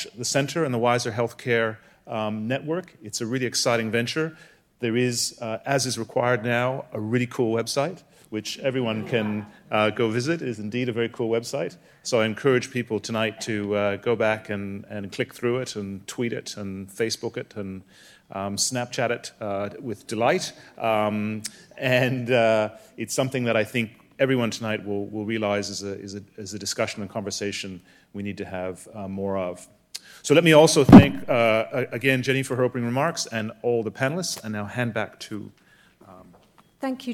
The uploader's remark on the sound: Panel discussion with audience Q&A.